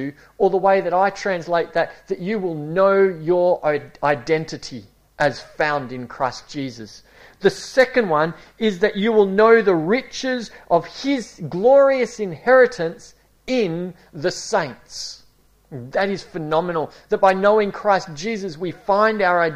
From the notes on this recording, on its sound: A series preached at Esperance Church of Christ.